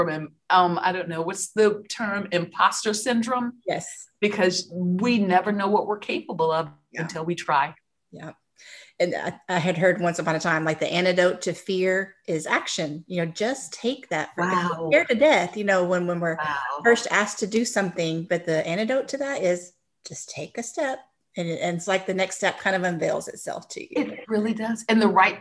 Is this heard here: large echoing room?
no